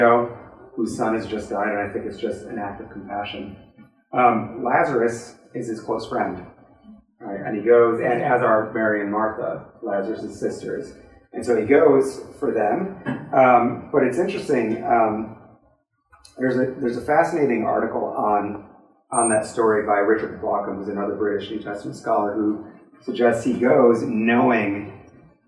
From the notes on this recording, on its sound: This lecture was given on April 15th, 2023 at the University of Rochester